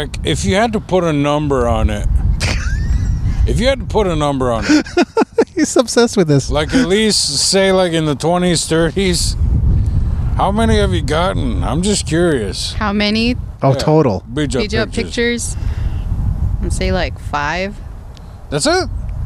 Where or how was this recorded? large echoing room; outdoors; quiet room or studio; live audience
outdoors